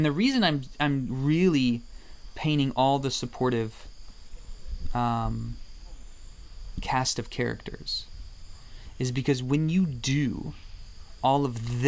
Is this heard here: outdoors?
yes